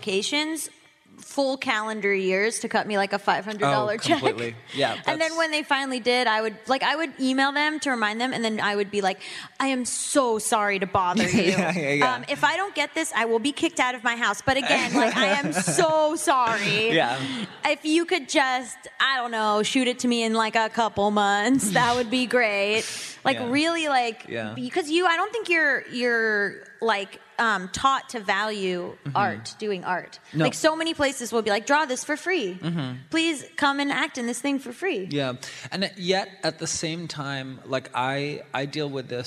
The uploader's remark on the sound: taped a live episode of Bad With Money at PodCon